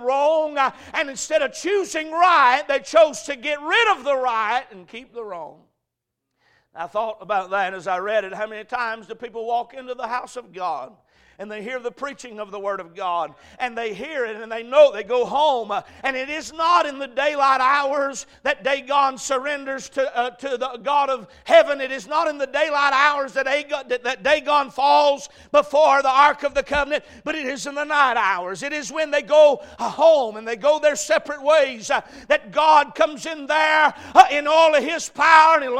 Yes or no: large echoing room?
yes